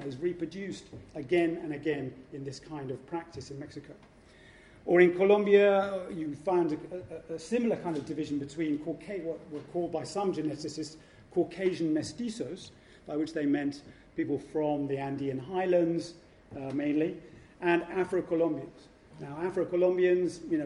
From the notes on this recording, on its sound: Podcast of the introductory lecture to the conference: 'Power and Change in the Americas in the Modern Era' organized by UCL Institute of the Americas Post-graduate Research Network.